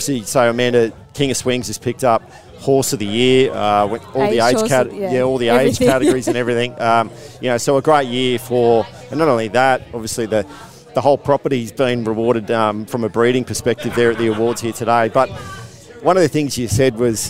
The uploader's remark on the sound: We're bringing you this episode of The Sprint Lane live from the barrier draw of the Miracle Mile at the Club Menangle Country Club.